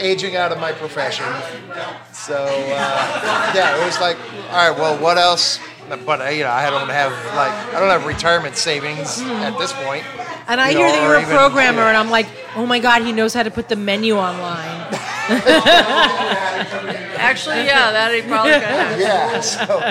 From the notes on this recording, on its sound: on a loud night at Hinterlands Bar